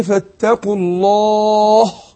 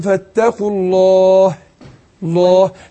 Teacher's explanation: والهاء مرققة الهاء حرف مستفل · Shown in: second take